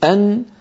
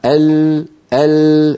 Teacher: والنون من طرفه تحت جعل، يعني انتقل الآن إلى حرف النون، وبين أن حرف النون مكانه أنزل قليلا بالنسبة إلى الحنك الأعلى من حرف اللام، يعني لما يقول الواحد منا ال ثم يقول أن، فالمنطقة التي يقرعها عند النون أنزل قليلا من المنطقة التي عند اللام، وأعود فأقول قليلا، لاحظوا الصورة أن، نعم اللوحة مكتوبا عليها مخرج النون، تخرج النون من طرف اللسان مع ما يحاذيه من اللثة تحت مخرج اللام بقليل، ويصاحبها غنة من الخيشوم.